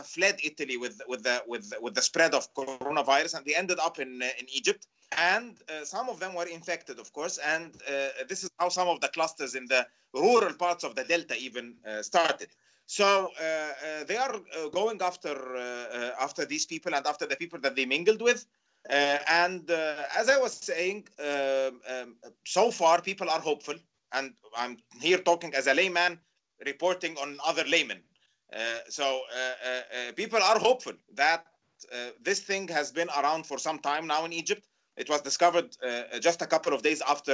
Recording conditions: video call